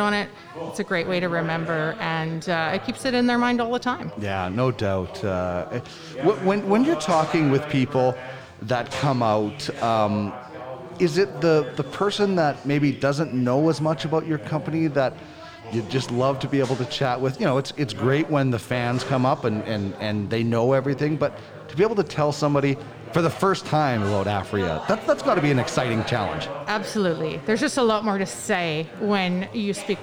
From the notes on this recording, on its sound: It’s a great day today at Spiritleaf Argyll in Edmonton as the Spiritleaf Bus Tour is one and we’re on location.